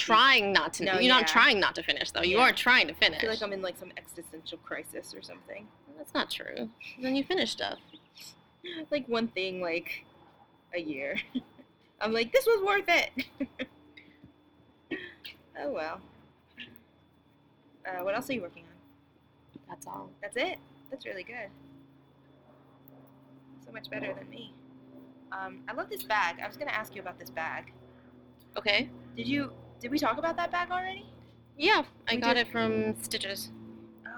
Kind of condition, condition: fault, sounds in the background